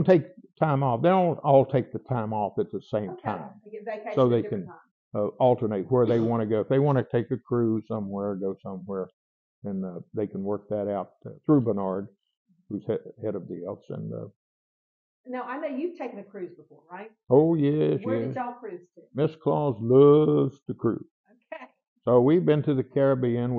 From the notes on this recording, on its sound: My microphone was not